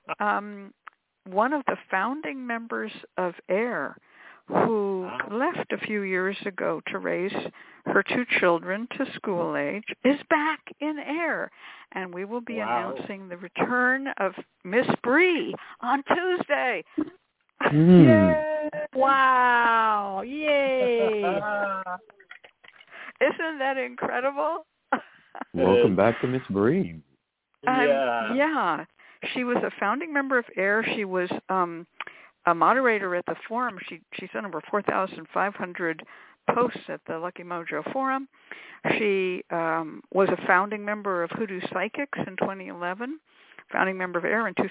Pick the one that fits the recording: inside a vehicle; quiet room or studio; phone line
phone line